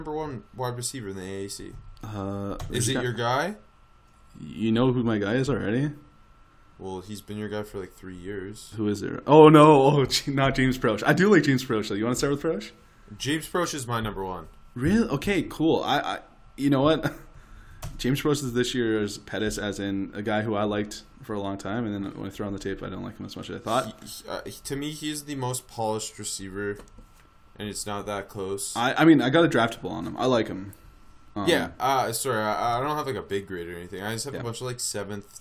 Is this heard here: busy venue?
no